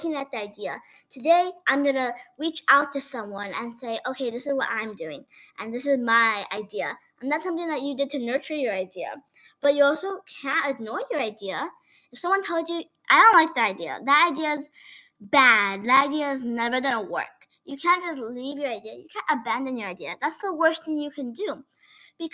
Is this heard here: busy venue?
no